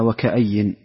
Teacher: همزة مفتوحة بدلا من الألف وبعدها ياء مكسورة مشددة